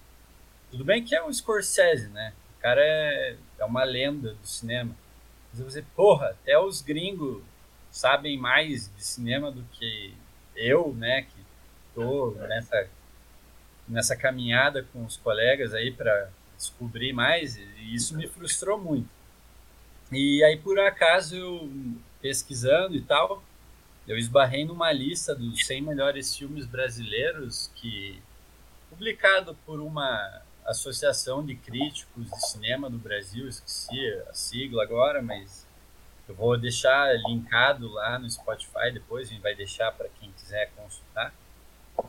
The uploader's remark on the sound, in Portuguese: Virtualmente, graças à pandemia de COVID-19. Tivemos alguns probleminhas com o áudio na gravação, mas, chiados e ecos à parte, está perfeitamente audível.